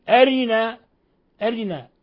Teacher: واختلاس كسرة الراء هو الإتيان بثلثي الحركة، يعني كسرة غير تامة، بدل أن نقول أري أرنا أرنا هكذا يخطفها خطفا فيثبت ثلثي الحركة وليس حركة كاملة، يعني يذهب ثلث الحركة لا يثبته، بدل أري أرينا أرنا، مثل إخواننا يعني المغاربة يختزلون الحروف ويخطفونها خطف هكذا.